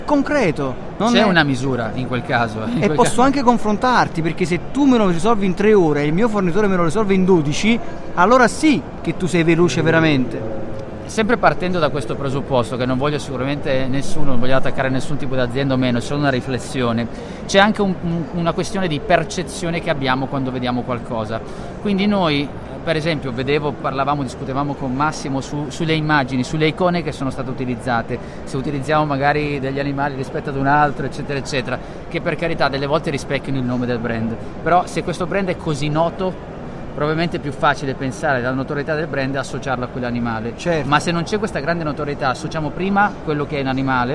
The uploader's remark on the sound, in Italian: Puntata live direttamente dallo Smau di Milano